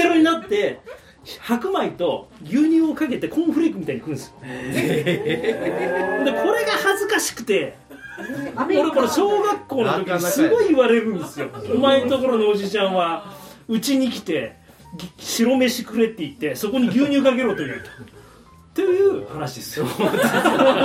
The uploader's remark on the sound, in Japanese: Podcastと音楽の融合イベント「SHABEON」。その開宴前にみなさんに集まっていただき公開収録をした内容になります。